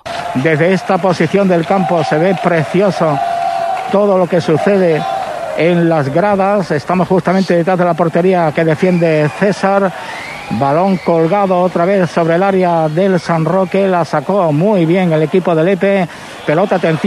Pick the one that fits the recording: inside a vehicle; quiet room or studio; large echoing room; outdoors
outdoors